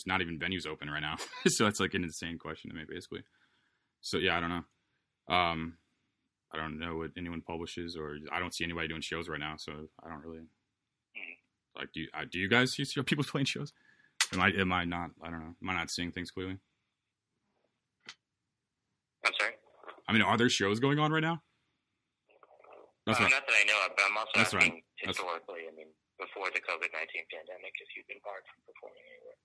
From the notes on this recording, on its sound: over the phone